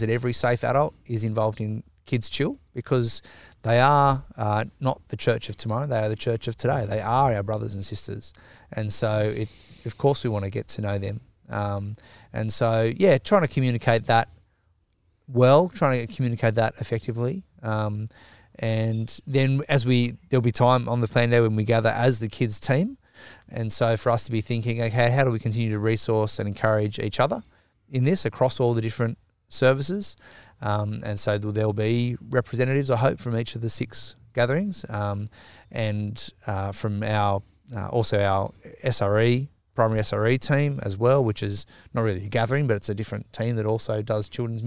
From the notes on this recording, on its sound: In the first ever episode outdoor AND not recorded in the Third Space Studio